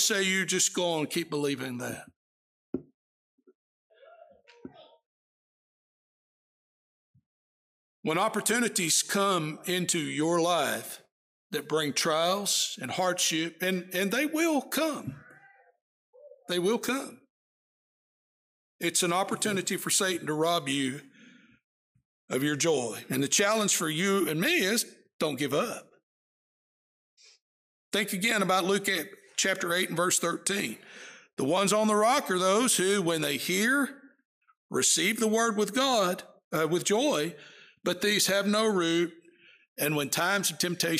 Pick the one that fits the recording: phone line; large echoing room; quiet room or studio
large echoing room